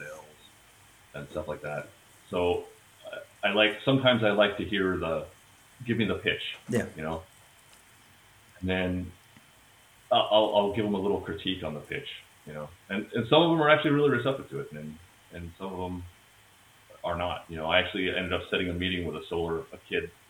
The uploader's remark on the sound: My apologies for the sound quality, I'm am self-teaching on how to edit the audio.